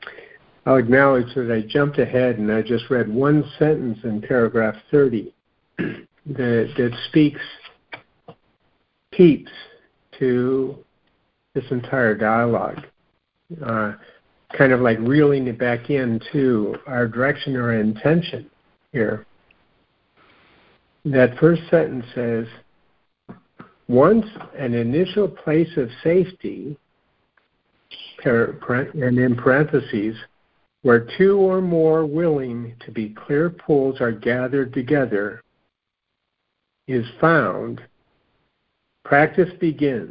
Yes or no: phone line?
yes